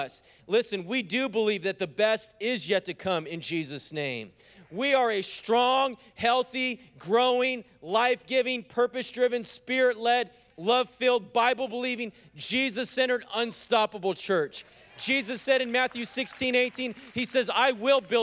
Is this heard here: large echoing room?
yes